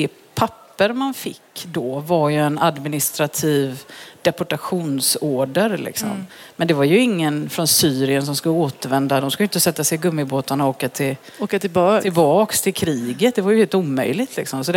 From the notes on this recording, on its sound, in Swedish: Bonusavsnitt live. Intervjun spelades in på Vetenskapsfestivalen i Göteborg.